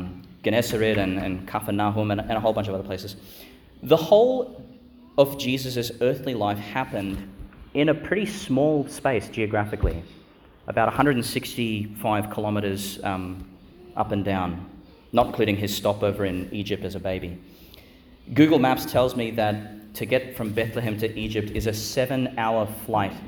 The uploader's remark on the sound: delivered at Our Lady Star of the Sea Church, Qld.